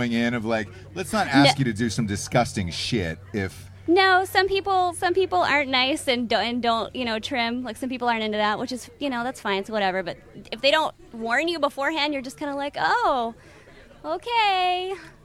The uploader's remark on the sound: live from a Drinkin' Bros house party in Florida